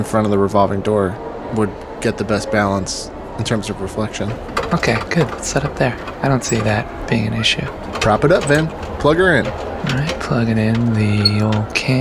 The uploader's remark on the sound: The boys are on a luxurious private beach and decide to record square in the middle of the resort's finest hotel lobby.